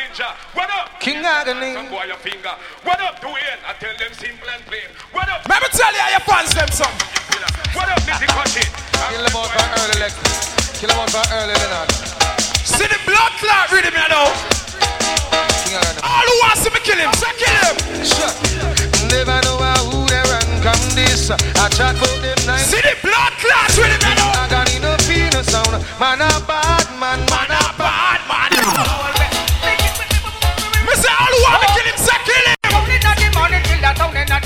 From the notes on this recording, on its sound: CLUB A IN QUEENS NY 2004. IN QUEENS IN CLUB.